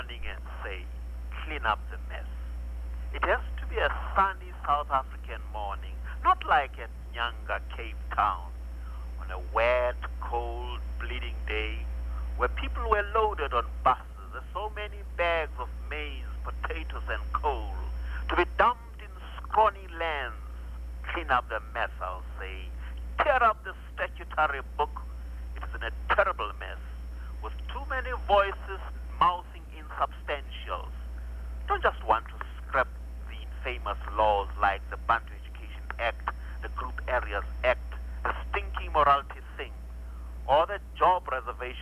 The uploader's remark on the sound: Phone Interview. Via telephone.